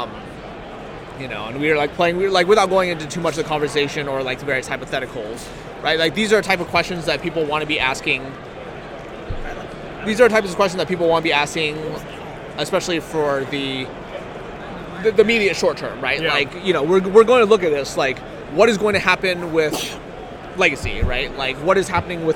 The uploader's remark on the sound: Live from GP Richmond.